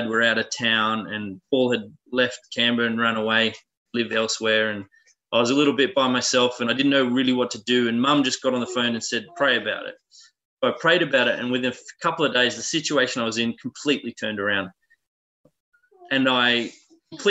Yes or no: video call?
yes